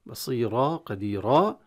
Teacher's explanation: التنوين قلب إلى ألف والراء بفتحتها بقت · Term: التنوين المفتوح